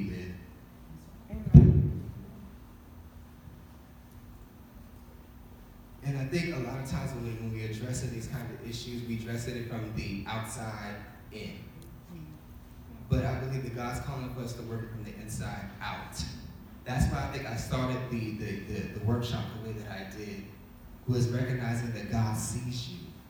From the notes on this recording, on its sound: Recent workshop I hosted at my church's singles conference.